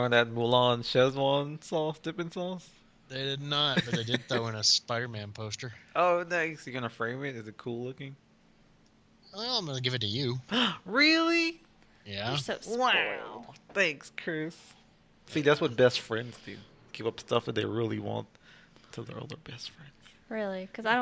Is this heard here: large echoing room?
no